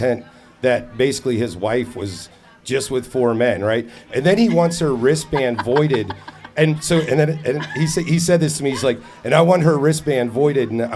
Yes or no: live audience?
yes